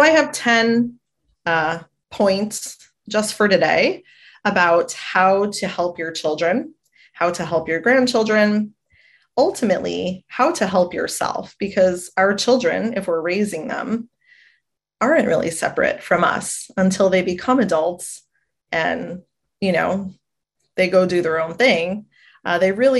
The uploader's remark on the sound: A Webinar Replay.